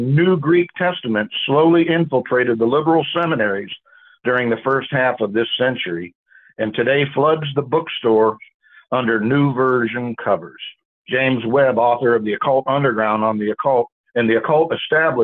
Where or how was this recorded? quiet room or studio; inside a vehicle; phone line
phone line